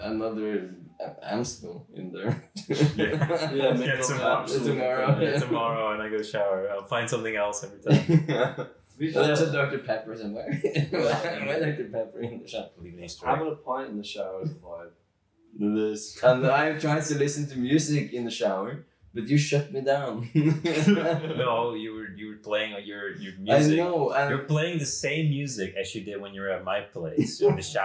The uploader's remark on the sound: A special episode with a group of friends. Recording for this was done with a single microphone, so the audio quality is compromised.